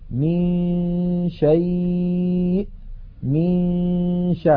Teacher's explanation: من الميم ننتقل إلى مخرج الشين وننطق غنة من الخيشوم، فإذا انتهى زمن تلك الغنة نطقنا الشين